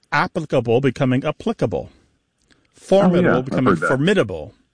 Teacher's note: words that have previously been stressed on the first syllable are becoming stressed on the second syllable.